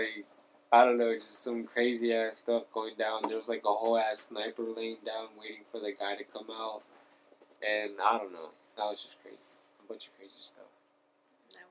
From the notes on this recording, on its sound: This is our first attempt at podcasting so we do apologize for the bad audio and awkward silences.